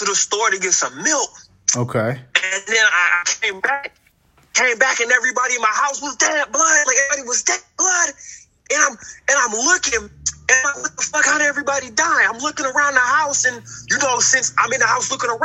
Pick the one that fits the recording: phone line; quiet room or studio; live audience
phone line